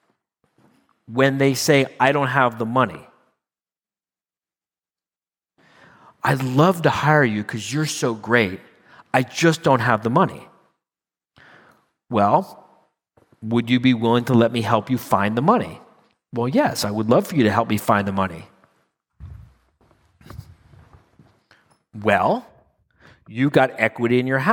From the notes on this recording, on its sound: 2022 live quarterly meeting in Phoenix